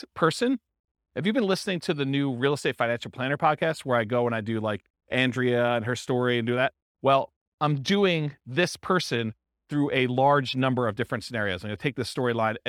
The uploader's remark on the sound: This was a live class recorded.